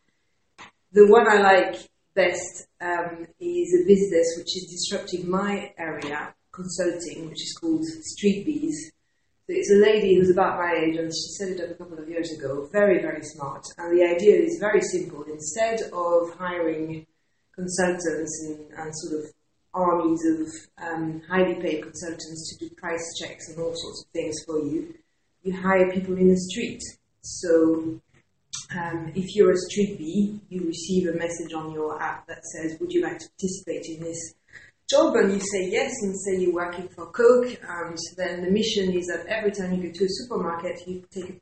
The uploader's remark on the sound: Went to the offices of eNova Partnership. Apologies for the poor sound quality in this episode.